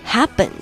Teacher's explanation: 第一个音是 a，大口的 a